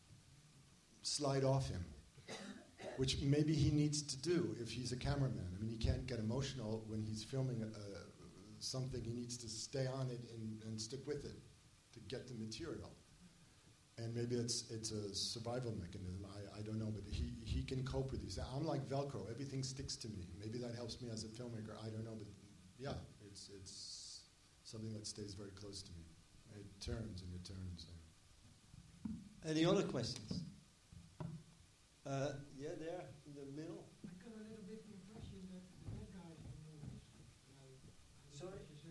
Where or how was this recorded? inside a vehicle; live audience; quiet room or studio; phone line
live audience